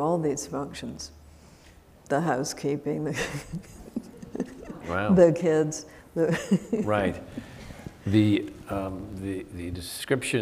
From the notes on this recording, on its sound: This event was recorded at the Traverse City Opera House in October 2016.